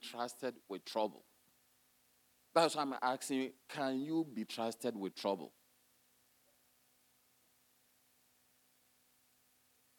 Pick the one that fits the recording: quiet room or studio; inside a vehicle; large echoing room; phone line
large echoing room